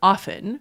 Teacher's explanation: The T fell out hundreds of years ago. But now some speakers are putting the T back in.